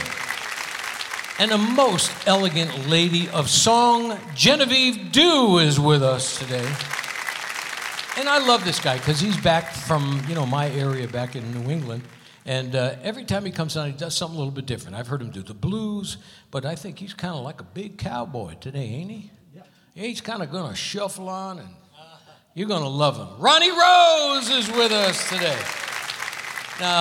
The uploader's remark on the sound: Live at the SouthPoint Casino